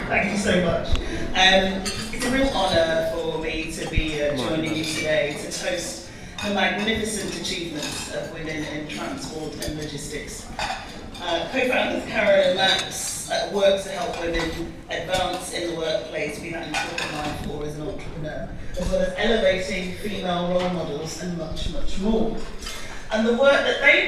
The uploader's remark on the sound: Recorded at the awards evening at the Grosvenor Hotel in London, this podcast gives you a sense of the incredible atmosphere during the ceremony by speaking to the organisers, the sponsors and one of the lucky winners.